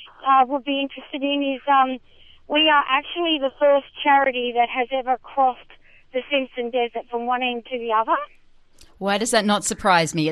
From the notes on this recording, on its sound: Live from the Simpson Desert Hike to Help Jenny's Place. A third of the way into the journey we caught up with trek leader and Jenny’s Place Community Relations Coordinator. Thanks to a trusty satellite phone.